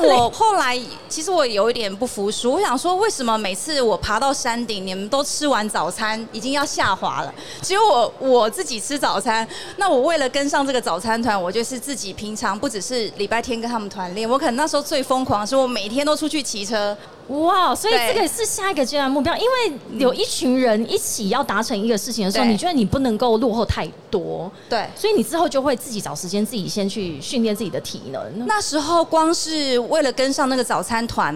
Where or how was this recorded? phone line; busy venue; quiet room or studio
busy venue